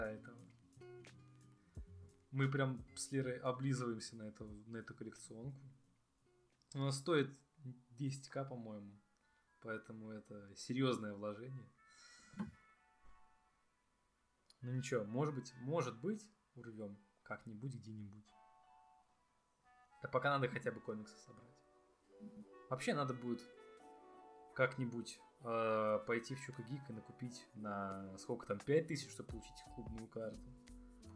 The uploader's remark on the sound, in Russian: Заранее извиняемся за звук. Забыл про колонки.